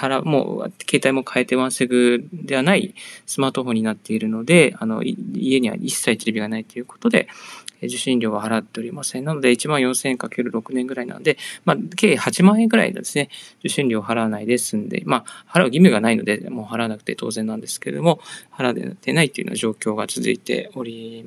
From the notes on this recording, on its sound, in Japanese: 歩きながらラジオ配信